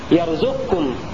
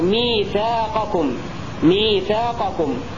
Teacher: فندغم القاف في الكاف إدغاما تاما فتسقط القاف وتسقط صفاتها من قلقلة وتفخيم · Shown in: first take · Term: إدغام القاف في الكاف